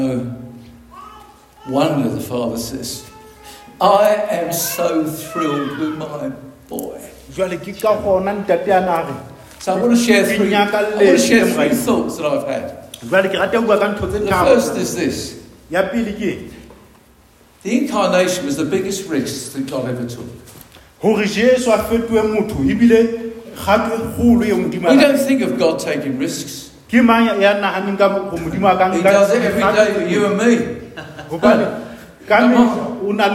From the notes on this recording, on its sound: preached at Dihlabeng Church